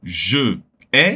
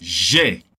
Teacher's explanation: Mas quando je estiver em frente de uma palavra que começa com vogal, ele perde o E · Shown in: second take · que substituímos por um apóstrofo e juntamos a palavra seguinte.